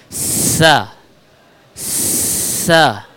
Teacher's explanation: apabila huruf sa diucapkan dengan kondisi lidah tidak keluar sama sekali atau tidak terlihat dari luar, maka akan menyerupai huruf sin. Misalnya kita baca dengan tidak mengeluarkan lidah sama sekali, tidak terlihat dari luar, sa, sa.